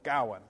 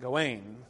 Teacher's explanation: this is alliterative verse, and the emphasis is on the first syllable · Shown in: first take · Gawain. Um, he's clearly not Gawain, because the emphasis, the alliteration, is usually on the G, so that's what's clearly supposed to be emphasized.